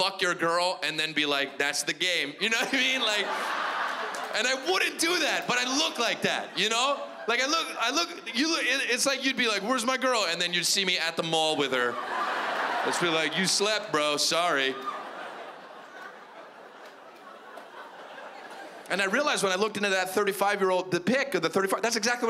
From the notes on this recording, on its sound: stand up from the Just For Laughs Festival in 2015